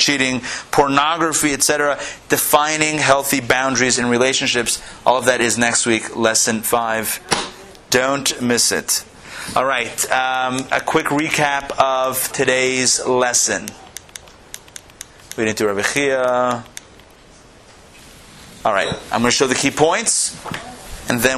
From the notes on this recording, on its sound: Recorded live at the Intown Jewish Academy